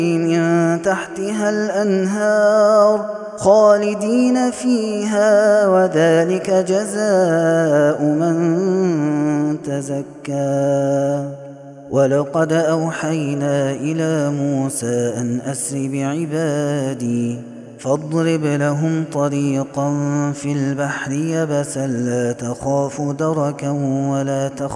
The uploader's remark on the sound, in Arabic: هذا التسجيل من صلاة التراويح